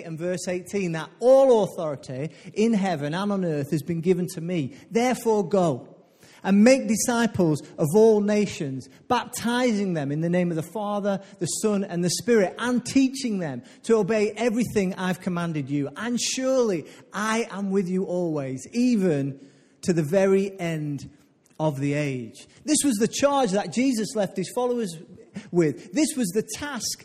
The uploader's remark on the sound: Recorded live at Life Church.